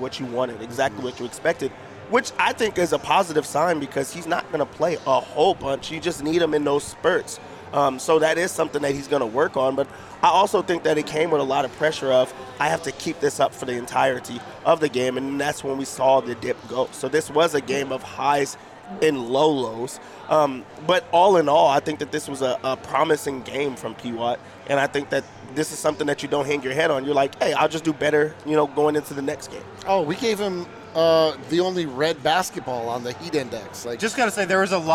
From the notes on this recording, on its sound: LIVE in Vegas at Circa Resort and Casino